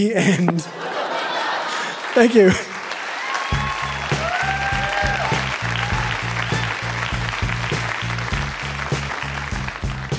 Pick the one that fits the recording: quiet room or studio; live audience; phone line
live audience